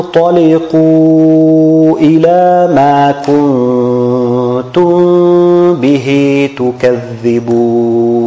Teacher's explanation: انطلقوا إلى مد منفصل. Four to five حركات.